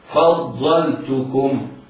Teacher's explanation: الفاء مرققة، الضاد مفخمة، اللام مرققة.